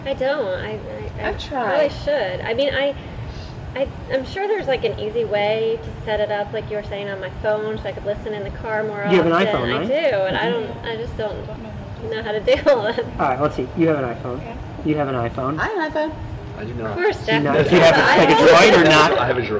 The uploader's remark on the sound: a recording of a discussion at the George Mason University Assistive Technology Share Fair of 2011